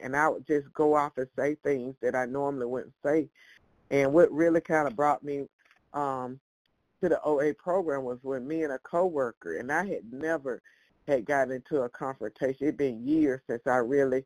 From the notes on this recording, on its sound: from the 100 Pounders Phone Meeting